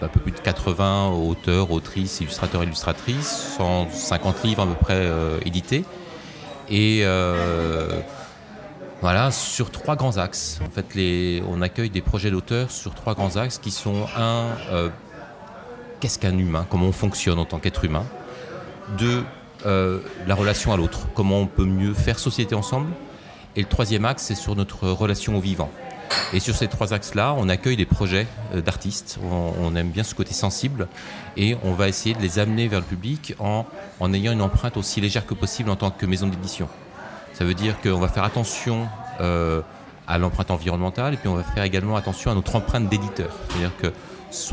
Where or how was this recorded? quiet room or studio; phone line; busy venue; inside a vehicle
busy venue